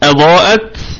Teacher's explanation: الضاد في أعلى درجات التفخيم وبقية الكلمة مرققة. وقلنا الهمزة محققة في البدء والوصل، وأتى بعد حرف الألف اللي هو المد همزة، فحكمه الوجوب، يبقى مد واجب متصل يمد بمقدار 4 أو 5 حركات من طريق الشاطبية، أضاءت.